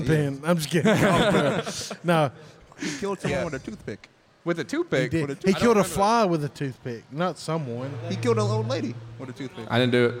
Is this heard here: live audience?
yes